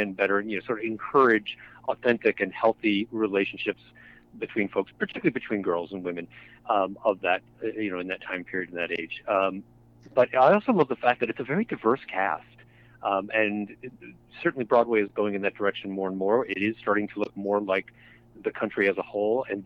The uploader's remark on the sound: By phone to discuss the new season.